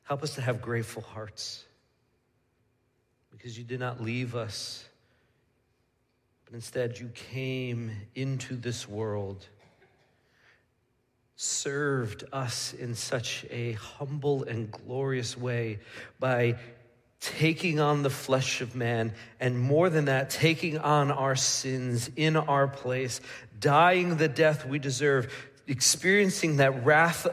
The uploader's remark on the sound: Midland Evangelical Free Church Sermon Audio